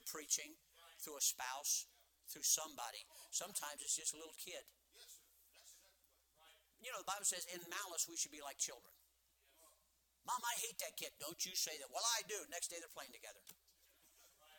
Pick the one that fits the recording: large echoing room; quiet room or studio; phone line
large echoing room